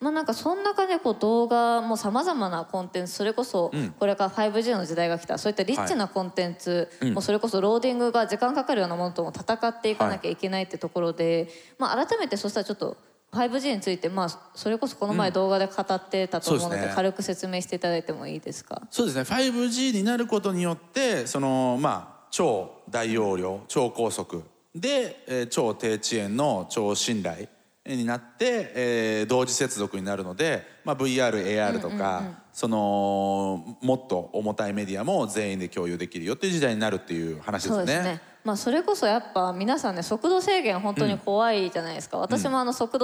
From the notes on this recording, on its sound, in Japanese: TOKYO FMの番組「マスメディアン 妄想の泉」。番組初となる公開収録の後編をお届けしました。